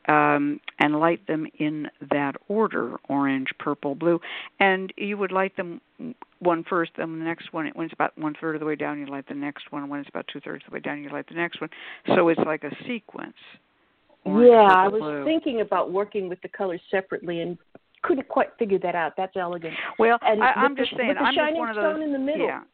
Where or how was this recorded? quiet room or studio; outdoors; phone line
phone line